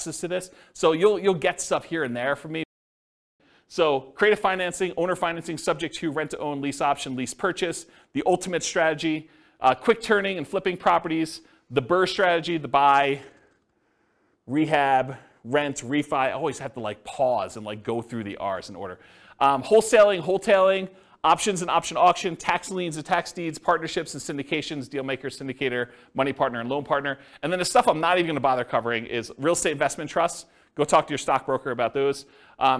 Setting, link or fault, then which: setting, live audience